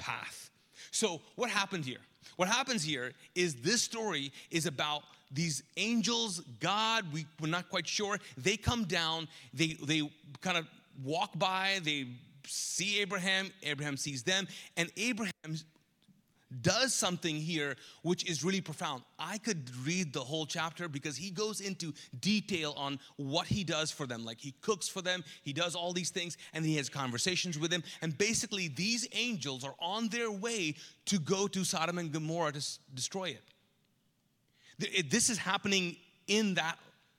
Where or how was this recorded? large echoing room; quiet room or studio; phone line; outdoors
large echoing room